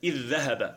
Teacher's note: تقرأ هكذا بذال واحدة مشددة · Term: مثلين